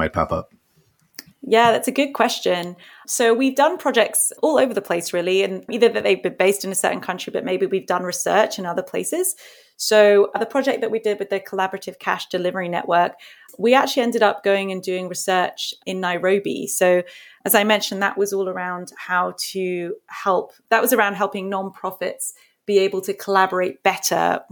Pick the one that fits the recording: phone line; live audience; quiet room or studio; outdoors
quiet room or studio